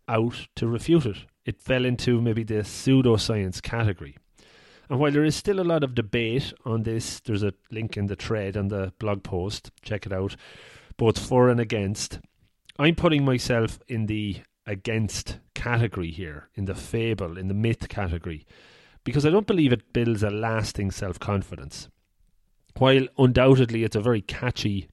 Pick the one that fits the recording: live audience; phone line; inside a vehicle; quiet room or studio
quiet room or studio